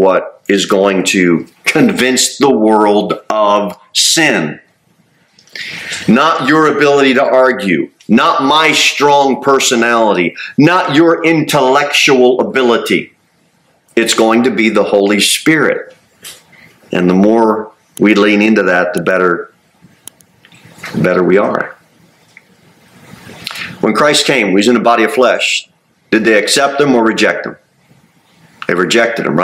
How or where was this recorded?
large echoing room